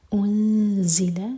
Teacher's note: ہمارے ہوٹ کھولوں گے نون پر جب پہنچے تو ہوٹوں کو پھیلا کر اخفا کریں گے. انزل زا پر بزنگ ساؤنڈ